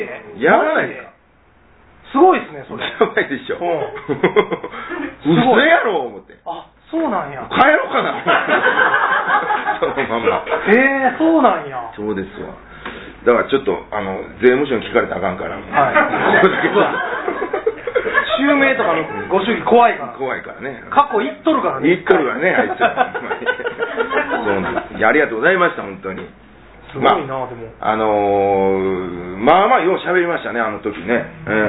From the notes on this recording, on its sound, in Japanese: 公開収録